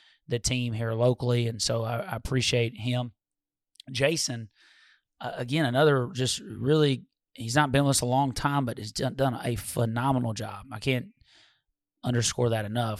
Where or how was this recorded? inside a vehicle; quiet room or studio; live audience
quiet room or studio